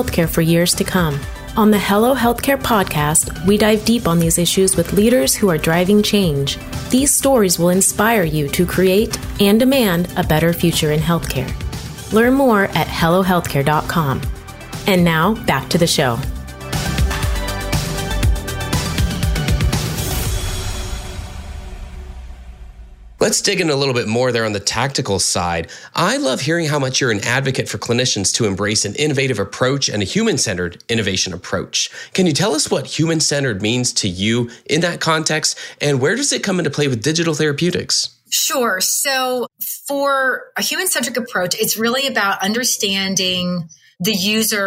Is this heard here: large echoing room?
no